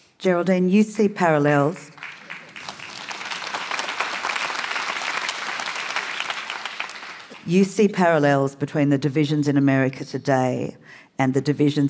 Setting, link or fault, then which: setting, live audience